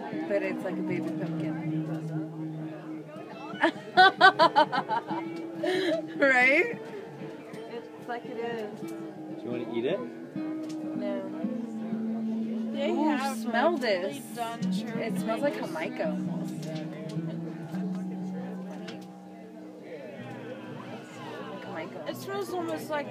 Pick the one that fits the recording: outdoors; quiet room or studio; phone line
outdoors